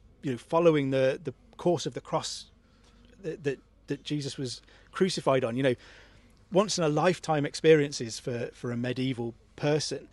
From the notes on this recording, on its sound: We're at the Chalke Valley History Festival